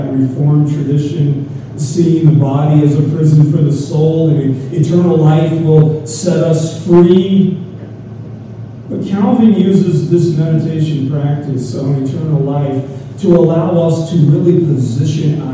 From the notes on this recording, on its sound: We are still having some sound problems, so this is not the complete service, by any means.